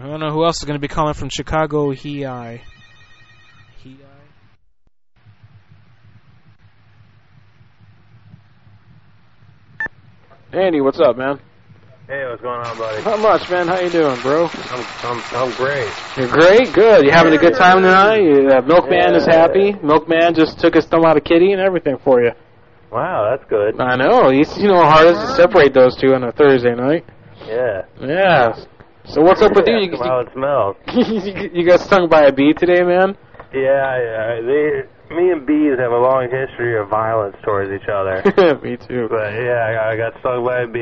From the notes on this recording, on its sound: Prank Phone Calls